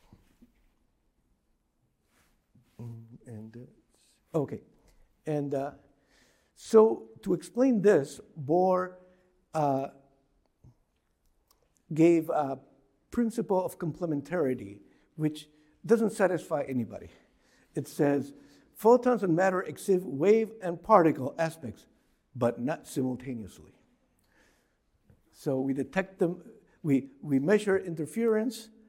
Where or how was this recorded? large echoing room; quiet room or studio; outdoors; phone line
large echoing room